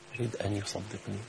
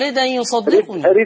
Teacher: ينقل حركة الهمزة إلى الساكن · Term: النقل